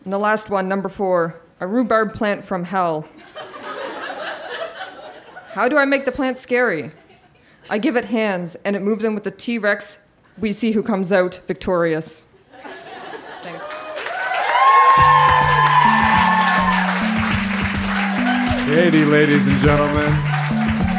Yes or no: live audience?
yes